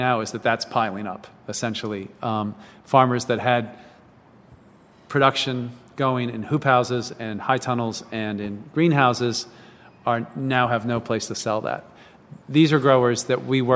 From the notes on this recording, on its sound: recorded at an empty Woodberry Kitchen in Baltimore